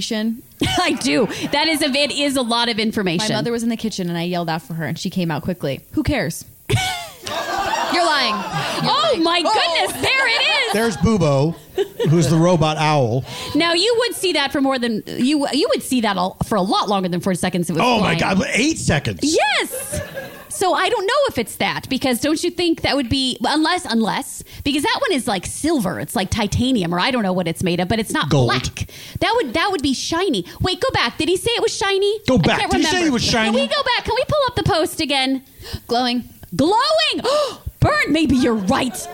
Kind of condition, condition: setting, live audience